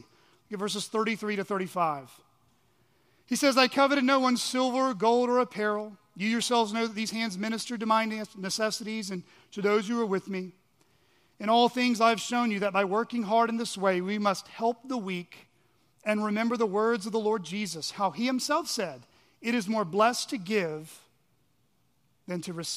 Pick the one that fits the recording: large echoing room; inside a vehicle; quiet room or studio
large echoing room